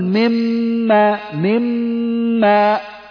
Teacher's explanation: هذا الإدغام يكون إدغاما كاملا في النون والميم لانتفاء الحرف والصفة معا